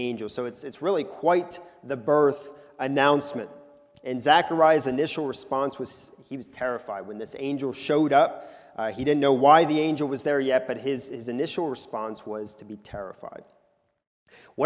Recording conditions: large echoing room